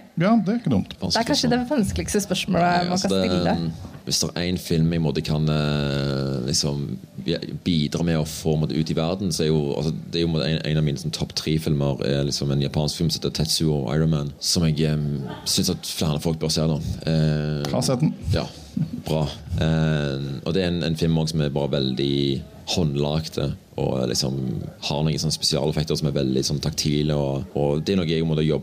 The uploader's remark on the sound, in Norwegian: Live fra Ramaskrik. Har vært på Ramaskrikfestivalen i Oppdal og har kjørt på med Filmmagasinets aller første live-podcast!